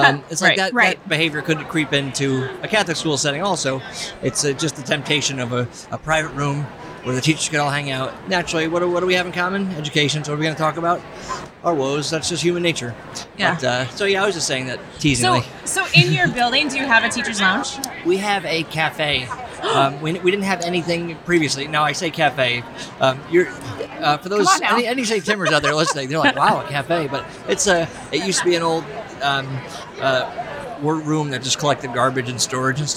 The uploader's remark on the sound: High energy, "teacher on the street" conversations with engaging practitioners on the exhibit floor of NCEA 2023.